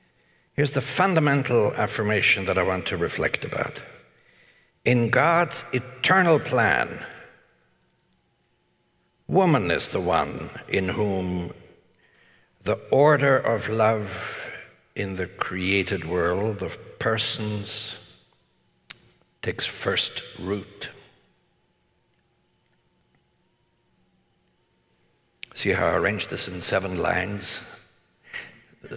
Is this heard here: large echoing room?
yes